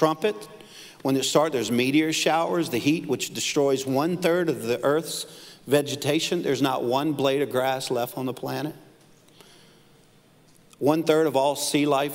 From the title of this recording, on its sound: Live at NLC Conway - July 12, 2020